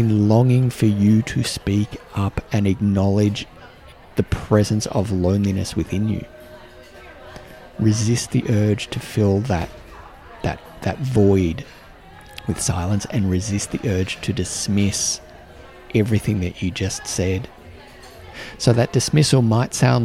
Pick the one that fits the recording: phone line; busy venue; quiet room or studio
busy venue